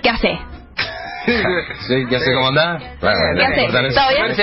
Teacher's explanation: Claro, en general nos comemos la S.